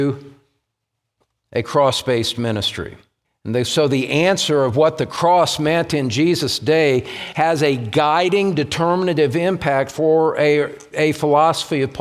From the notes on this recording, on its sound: message was preached during the Pillar of Truth Conference held at Grace Church, located in Greeley, CO.